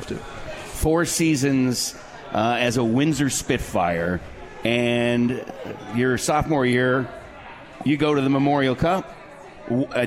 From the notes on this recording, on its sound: live from The 72 Tavern